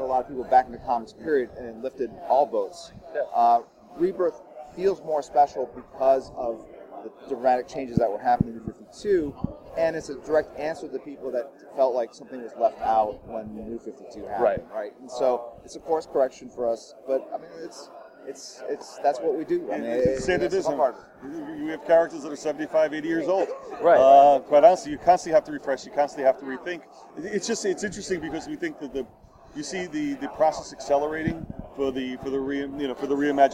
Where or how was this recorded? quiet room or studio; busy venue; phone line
busy venue